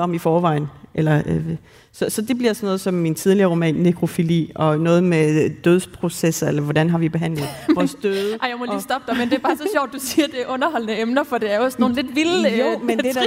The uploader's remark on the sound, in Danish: Live-special fra Ordkraft. Som er optaget på litteraturfestivalen Ordkraft i Aalborg.